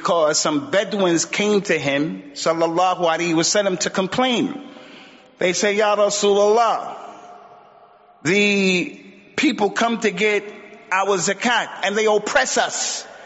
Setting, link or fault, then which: setting, large echoing room